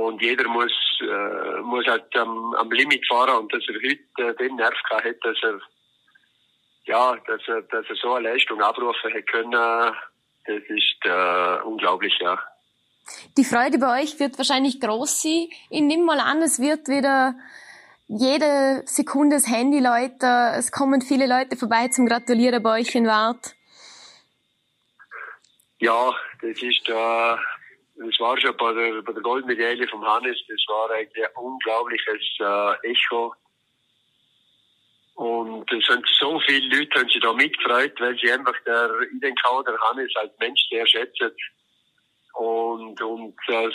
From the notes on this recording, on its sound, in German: VOL.AT-Telefoninterview.